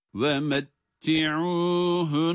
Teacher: Fakat iki tane nun var. Yani şiddenin geldiği nun harfi iki defa okunmakta. · Term: şeddeli bir nun